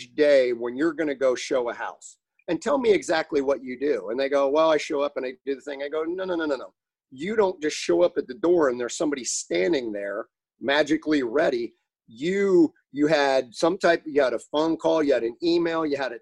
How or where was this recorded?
video call